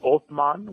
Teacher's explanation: And originally in Arabic, it's Othman, which is with a TH sound. But Turkish people can't pronounce TH, so they say S instead.